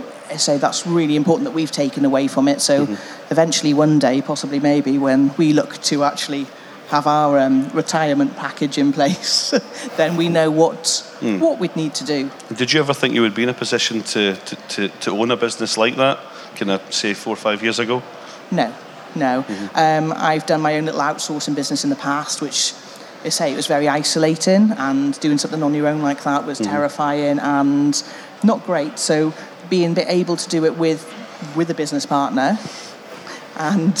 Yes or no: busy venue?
yes